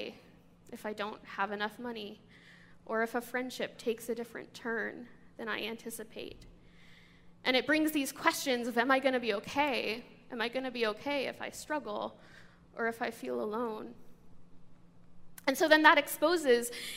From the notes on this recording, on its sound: This sermon comes from a guest speaker to our church